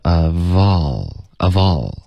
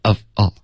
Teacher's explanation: OK,of 跟 all 一定要连读，OK，应该是 ofall，不要 of all · Shown in: first take · ofall。记得啊，嗯，。